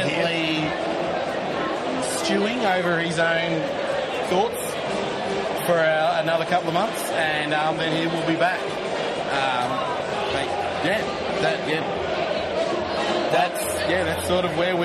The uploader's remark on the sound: The first of two podcast recorded live at the 2023 Williamstown Beer and Cider Festival. Due to this being a live show, and the roaming saxophonist who was playing at the festival, audio quality is not up to our highest standard.